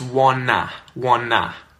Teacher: because the T sound has disappeared and we just say wanna, wanna · Term: connected speech tip